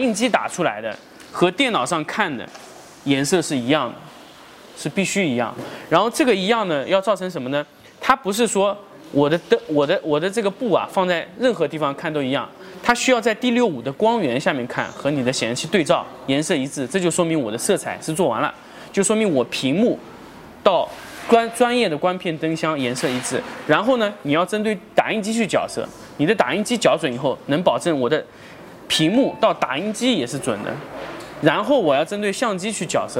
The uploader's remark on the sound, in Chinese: 成都家具workshop 现场答疑录音